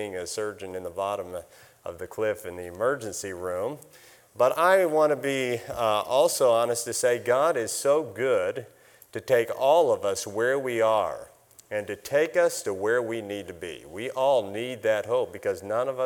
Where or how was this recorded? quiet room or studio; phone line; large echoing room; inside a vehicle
large echoing room